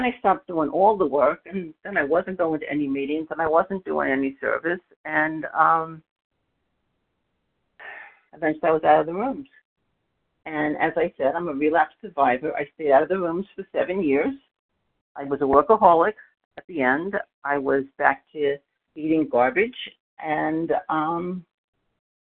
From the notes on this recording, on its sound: 100 Pounders Phone Meeting